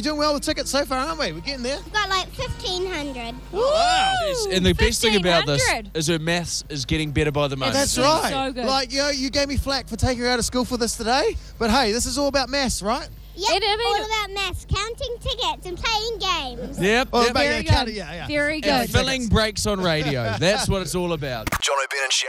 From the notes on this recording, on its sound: live from Timezone Botany for the 'Timezone Takeover'